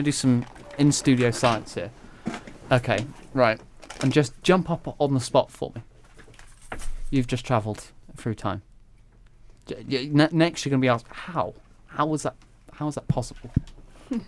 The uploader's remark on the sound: We apologise in advance for how windy it was for the interviews in the park. Sadly, the wind decided to blow just as.